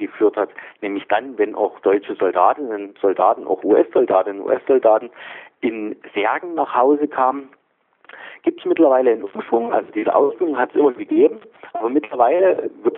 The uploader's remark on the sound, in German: Ein Telefoninterview